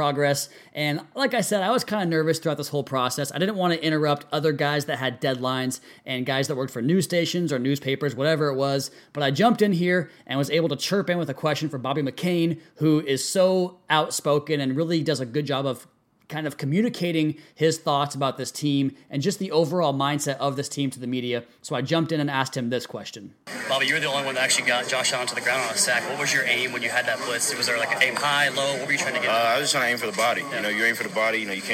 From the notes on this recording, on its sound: Audio From the Locker Room. We get post-game audio.